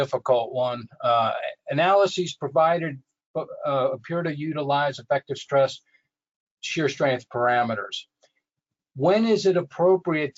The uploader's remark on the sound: This is an audio version of the FGI webinar.